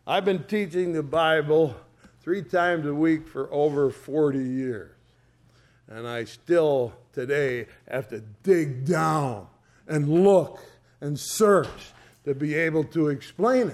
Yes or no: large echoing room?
yes